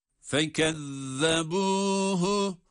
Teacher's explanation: Burada zal harfi var ki peltek okuyoruz.